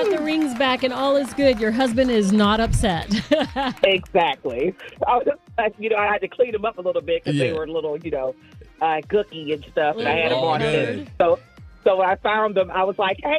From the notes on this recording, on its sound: listeners call in with some funny things